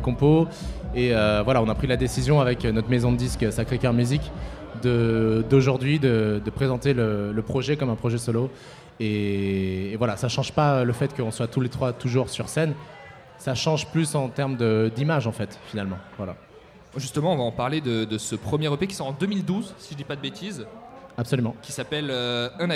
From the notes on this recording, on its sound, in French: Radio Campus Paris amène son studio à Rock en Seine pour trois émissions en public. Ces émissions auront lieu en présence de professionnels de la musique et des groupes franciliens programmés chaque jour sur la scène Île-de-France.